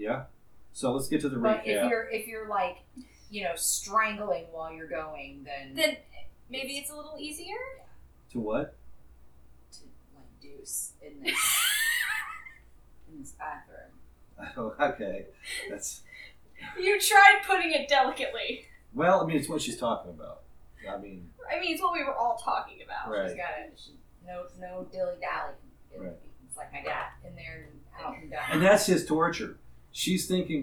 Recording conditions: poor sound quality